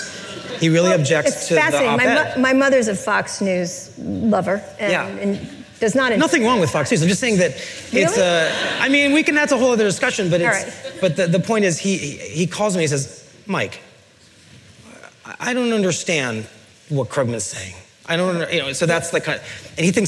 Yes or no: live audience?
yes